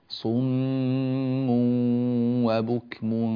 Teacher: انتبه لضم الصاد جيدا وتوفية الغنة